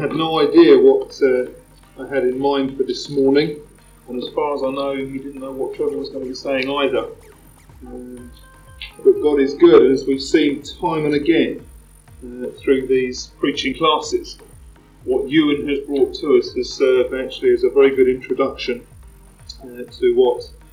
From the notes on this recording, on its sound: Microphone ? What Microphone ? Apologies for the sound quality (Which I’ve tried to clean up as much as possible !).